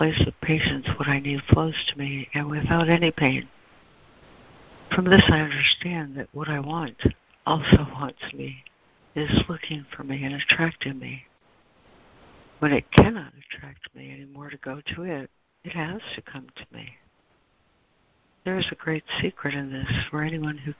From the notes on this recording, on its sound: ACIM Daily Conference Call.